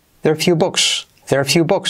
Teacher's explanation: Se contrae there are como there